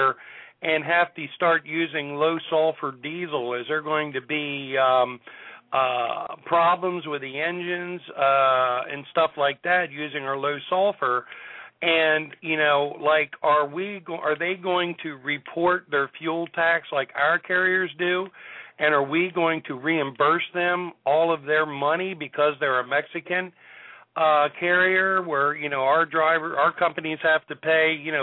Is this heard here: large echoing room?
no